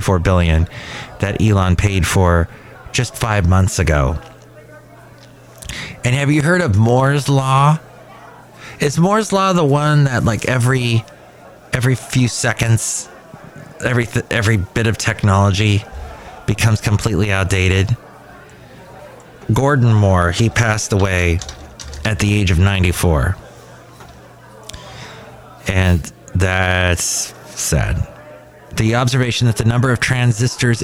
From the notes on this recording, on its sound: Podcasts live from Cafe Anyway.